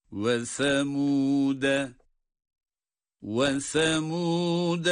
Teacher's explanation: Semud kelimesinin başındaki harf sa'dır, peltek okunacaktır.